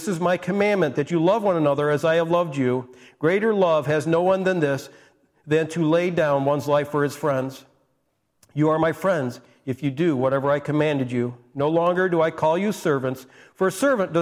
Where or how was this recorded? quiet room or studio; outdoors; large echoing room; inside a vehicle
large echoing room